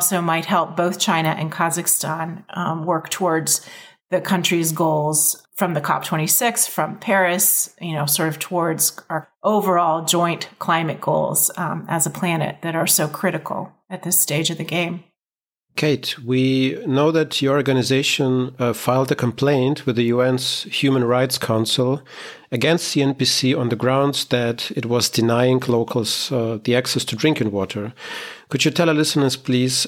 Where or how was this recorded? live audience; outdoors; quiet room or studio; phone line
quiet room or studio